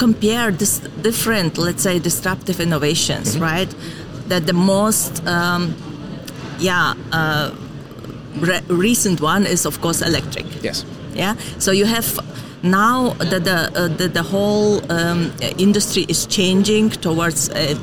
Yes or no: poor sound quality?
no